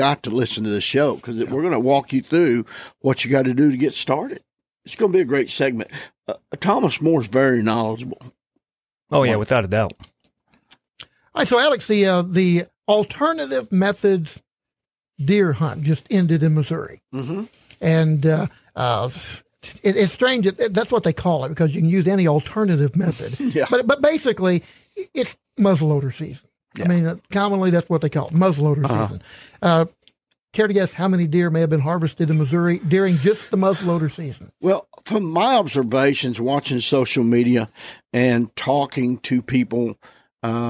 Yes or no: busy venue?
no